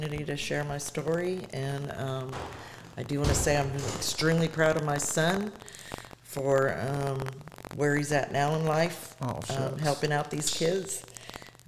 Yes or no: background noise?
yes